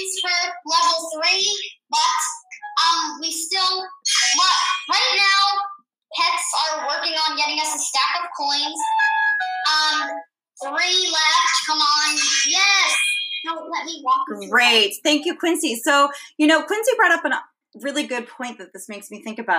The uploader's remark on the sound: Today we have 2 special guests calling. Sorry if the sound quality is a bit off, we couldn't have them in the podcast studio due to Covid-19 so we had to make it work!